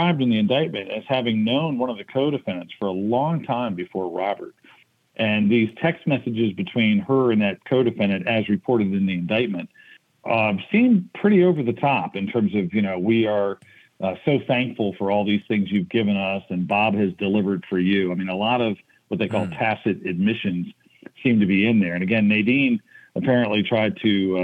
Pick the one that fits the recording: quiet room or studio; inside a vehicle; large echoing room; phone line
phone line